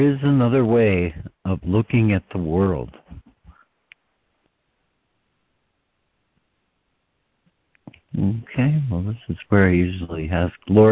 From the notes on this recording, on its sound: ACIM Daily Conference Call